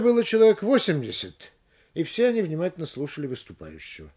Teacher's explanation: В данном случае ударным словом перед запятой является слово 80, на нем и делается небольшое повышение